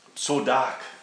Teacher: It's got that guttural, throaty sound at the end of it.